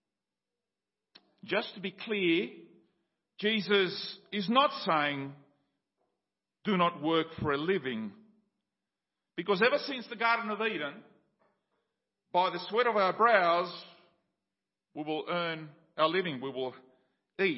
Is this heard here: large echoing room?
yes